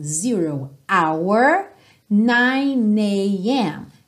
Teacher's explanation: Mas o H de hour é mudo